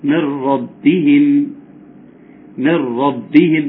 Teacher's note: مفيش غنه اصلا، من ربهم. ذهب الحرف وذهب صفته. الياء والراء كامل.